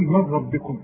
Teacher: النون تسقط لأن بعدها راء. قول من ربكم، اشبك الميم مع ذلك.